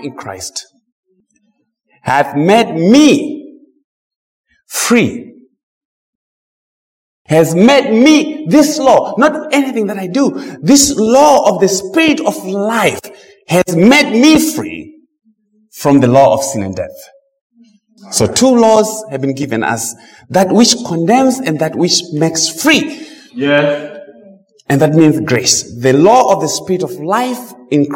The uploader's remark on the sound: Preached at Mt Zion Missionary Baptist church, TN.